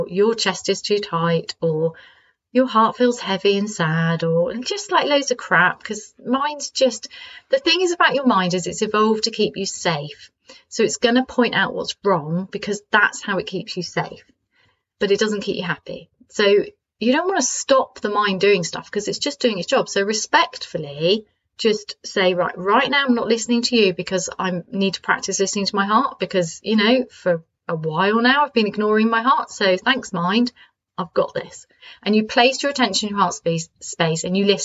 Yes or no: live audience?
no